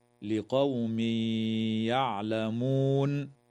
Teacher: ويدغم التنوين في الياء مع الغنة